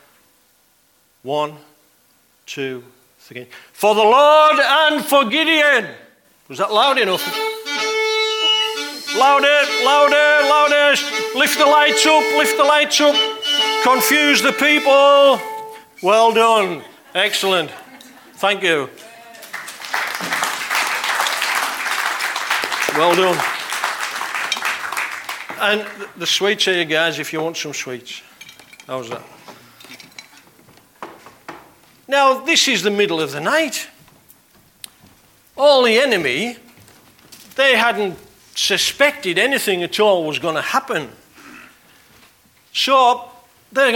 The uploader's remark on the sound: on 20th October 2019 at King's Church, Cockermouth.